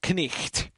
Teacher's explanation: Instead of really hitting the G, you sort of skim past it so it sounds like pretty much knicht, which is GHT pretty fast.